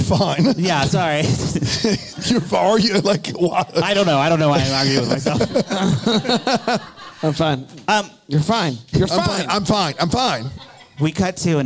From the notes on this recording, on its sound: LIVE from Bramble Fest 2023